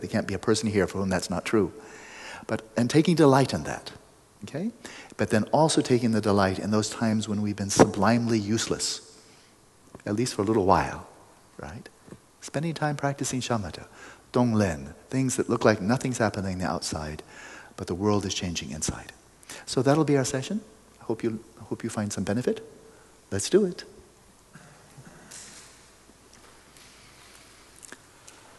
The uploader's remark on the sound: After the practice we had some great, fluid assorted Q&amp;A with answers from the crowd. After the practice we had some great, fluid assorted Q&A with answers from the crowd.